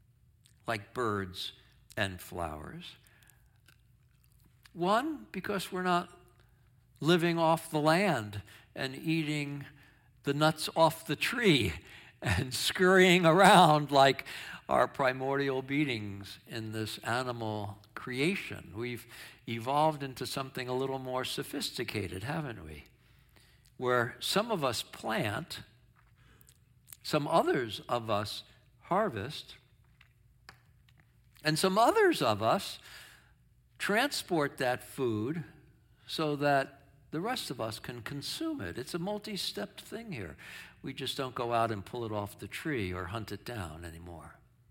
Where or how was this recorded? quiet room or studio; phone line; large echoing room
large echoing room